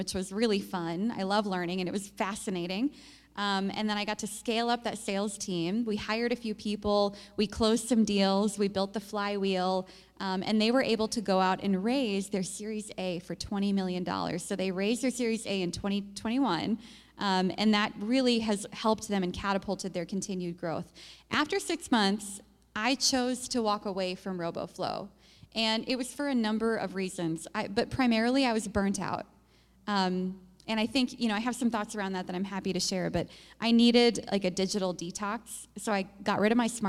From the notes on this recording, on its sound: Live from 1 Million Cups. For a live recording of the podcast from 1 Million Cups.